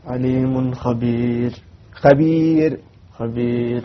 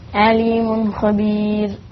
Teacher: كل راء تقف عليها بالسكون وتسبقها الياء تقف عليها بالترقيق